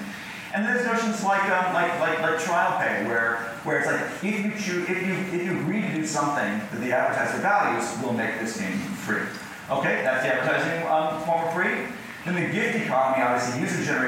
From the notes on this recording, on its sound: Recorded at Vidfest, in Vancouver, Canada